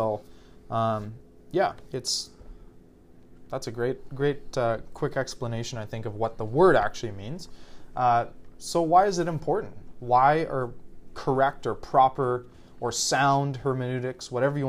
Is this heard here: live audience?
no